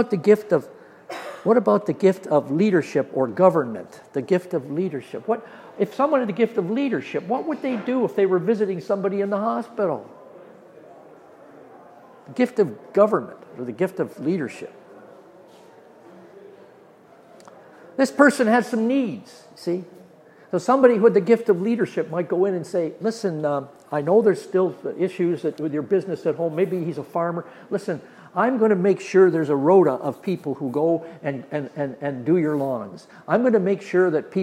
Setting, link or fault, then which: setting, live audience